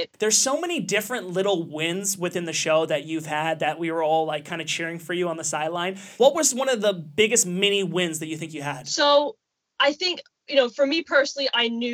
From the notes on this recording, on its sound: via Skype